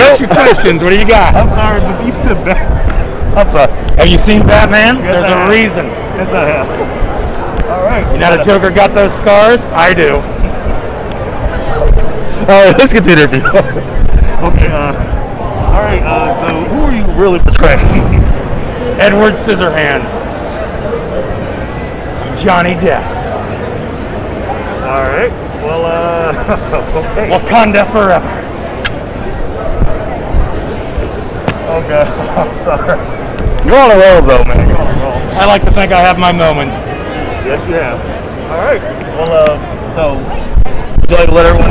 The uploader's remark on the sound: This interview was recorded at Planet Comicon 2021 in Kansas City, MO.